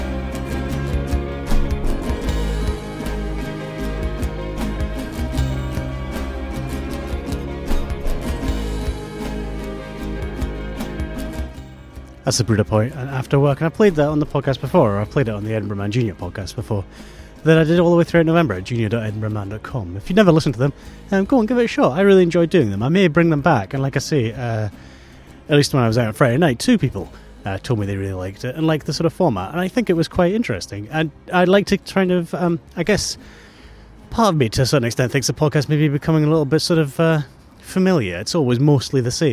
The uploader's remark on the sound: It was recorded as I walked to work. I walked through the streets of Edinburgh talking loudly into my phone looking like a right nutter.